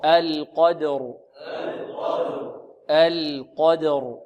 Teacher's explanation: اللام مرققة والقاف مفخمة والدال مرققة والراء مفخمة